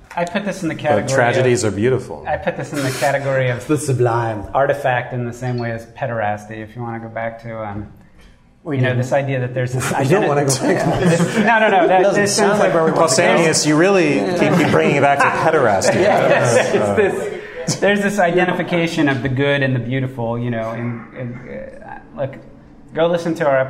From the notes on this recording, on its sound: Plato’s Symposium Live Celebration! Our big live episode (also on video).